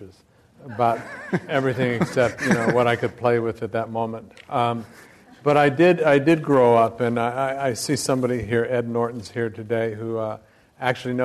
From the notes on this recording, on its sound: This program was recorded in front of a live audience at the Commonwealth Club of California, San Francisco on March 22nd, 2011